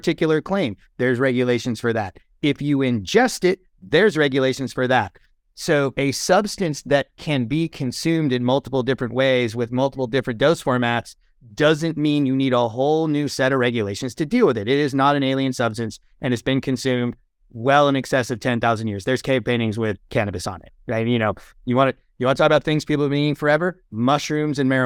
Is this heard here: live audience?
no